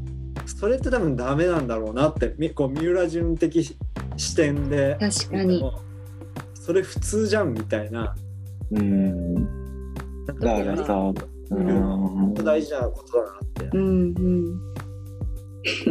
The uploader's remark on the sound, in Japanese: 初のオンライン収録で音響設定をミスってしまい音質がだいぶ悪いです